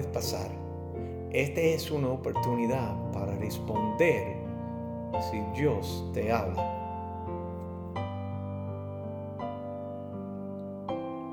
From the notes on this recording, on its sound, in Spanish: Terminamos nuestra visita con la Iglesia Bautista Pine Forest de Hallsville, TX